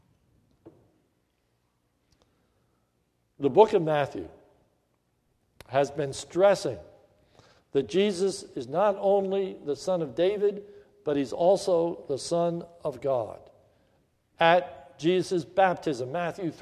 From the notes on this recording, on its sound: This is a sermon recorded at the Lebanon Bible Fellowship Church in Lebanon, PA on 3/13/2016 during th morning service